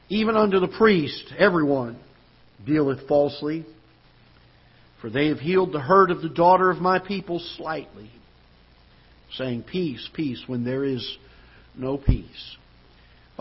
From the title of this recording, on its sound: Ketha Heights Baptist Church ~ Live Broadcast